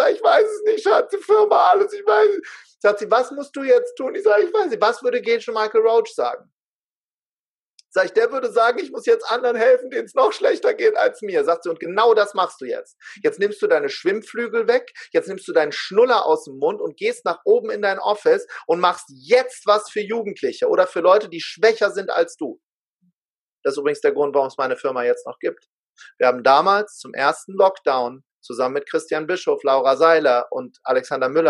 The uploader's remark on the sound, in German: er war live und in Farbe mit mir im Zoom